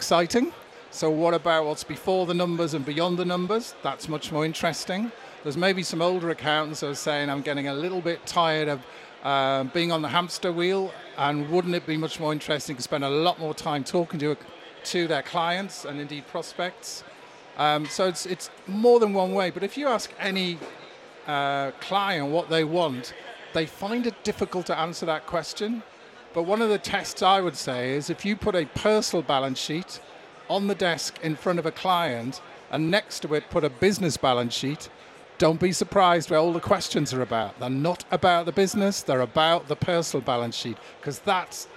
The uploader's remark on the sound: Event Special - Accountex 2023 - Live Interviews